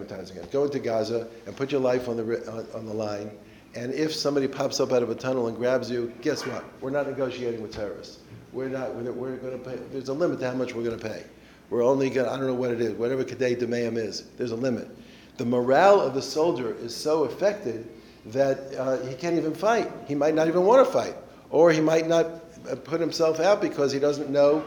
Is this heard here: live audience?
yes